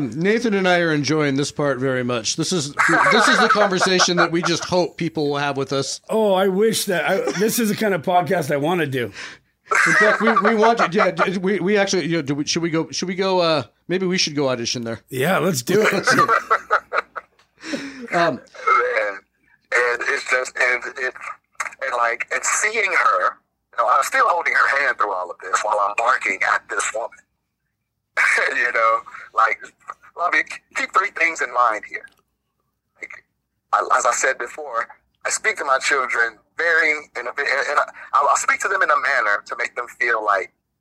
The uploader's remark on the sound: take a phone call from an upset parent